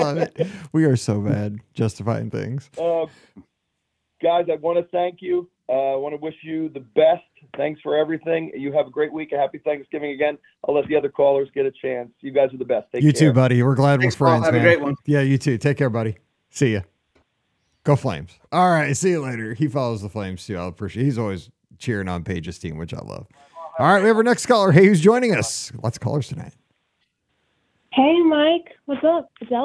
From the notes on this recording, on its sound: BOGP Open Line. This is the Live Call-in Show.